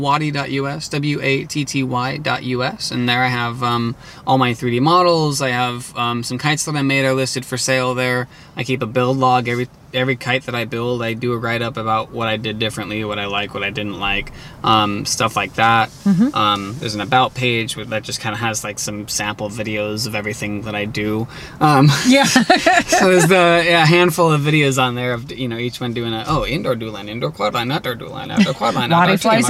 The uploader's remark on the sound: While at the Washington State International Kite Festival